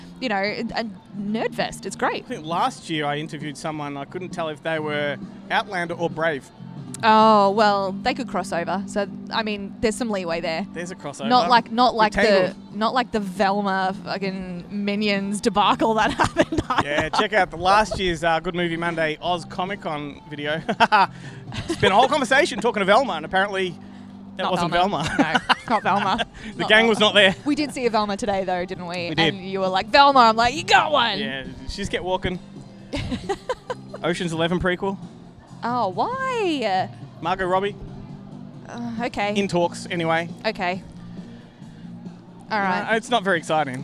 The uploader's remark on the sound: Live from Oz Comic Con - Melbourne